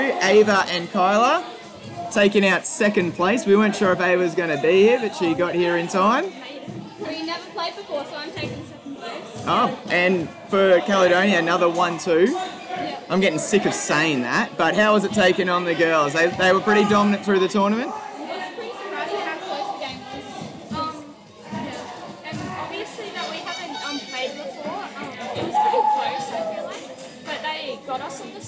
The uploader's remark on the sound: This episode features live audio from the Senior School Badminton Competition, including live interviews from the TOP 4 teams in each age group.